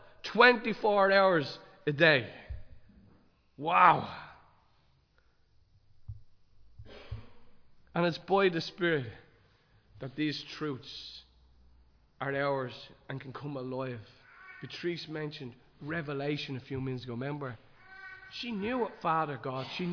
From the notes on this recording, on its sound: Recorded live in Liberty Church on 26 March 2023